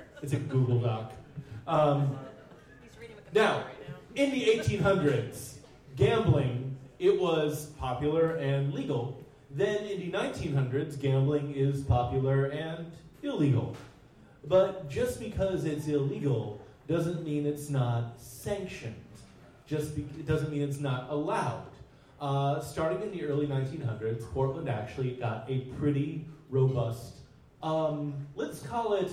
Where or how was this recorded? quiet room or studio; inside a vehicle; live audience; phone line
live audience